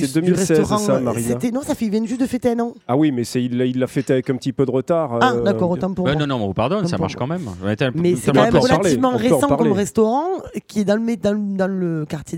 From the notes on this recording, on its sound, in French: Enregistrée au restaurant le Rocher de la Vierge à Toulouse.